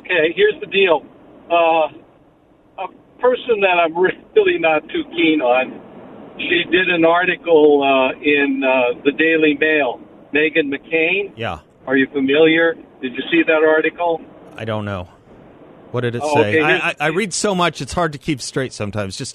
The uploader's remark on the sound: on the phone